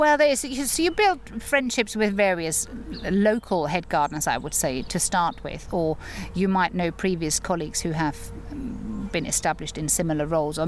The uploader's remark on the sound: I go back to a garden, that's not too far from me, the Harold Hillier Gardens in Ampfield near Romsey